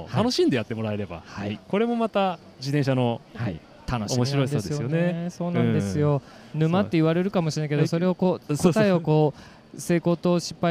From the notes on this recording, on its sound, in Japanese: サイクルモードTOKYO2023特集。初の突撃ブース訪問 音で楽しむサイクルモード。収録地：東京ビッグサイト サイクルモード東京2023 会場内。